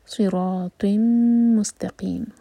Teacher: Saud heavy, raw heavy और 2 हरका लंबा। सिरात मीम पर टाइम, 2 सेकेंड्स का, इदगाम गुन्ना के साथ है।